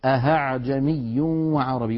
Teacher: الخطأ الثاني أن يقلب الإنسان الهمزة الثانية هاء